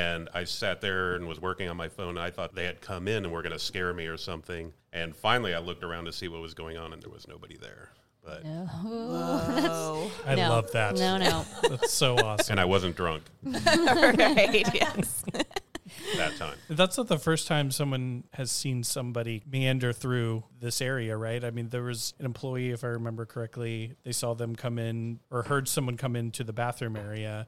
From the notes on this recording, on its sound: Recorded at spooky Dallas mezcaleria Las Almas Rotas. Special — and very spirited — Halloween episode recorded at spooky Dallas mezcaleria Las Almas Rotas.